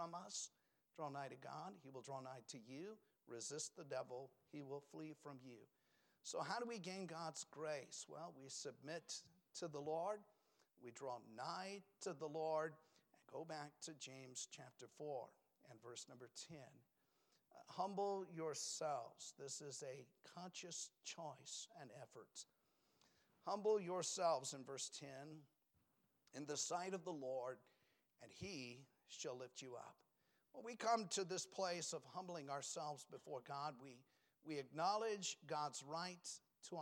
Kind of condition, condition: setting, large echoing room